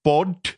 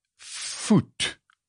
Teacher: In sommige tale het daai P behou, in ander tale het daai P in 'n F verander. · Term: Grimse wet